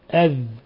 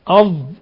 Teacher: أظ تحققت فيها صفة الإطباق · Shown in: second take